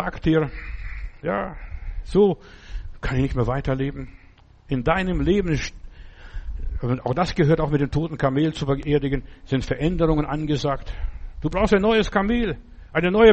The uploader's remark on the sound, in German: Im Gemeinde-Zentrum in Berlin aufgenommen.